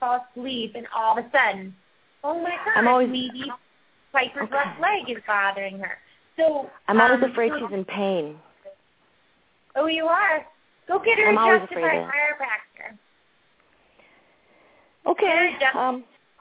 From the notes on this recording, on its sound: open up the lines for listeners to call